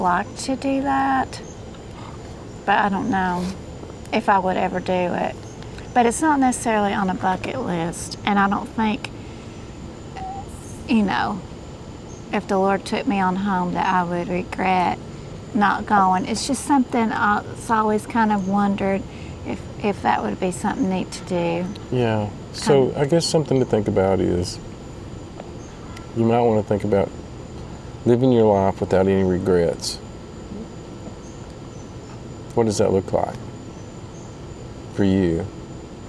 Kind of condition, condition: setting, outdoors